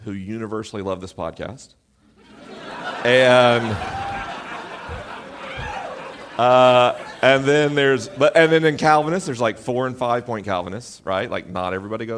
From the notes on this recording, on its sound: LIVE in Portland, OR. This week is a live episode.